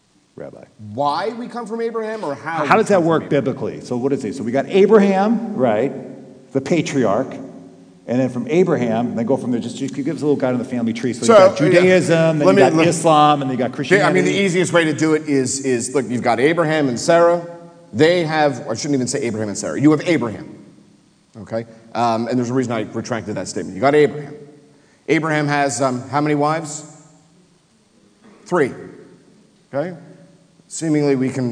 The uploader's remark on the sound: Live Interfaith Discussion. Come together for a live taping at St Mary's Episcopal Church.